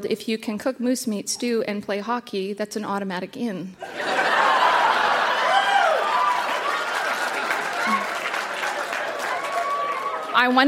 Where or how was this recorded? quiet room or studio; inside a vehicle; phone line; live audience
live audience